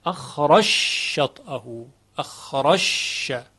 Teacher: اخراج شطئه، اخراج شطئه در سوره فتح که اینجا ادغام شده اخراش شطئه، اخراش، این جیم در شین ادغام میشه · Term: ادغام جیم در شین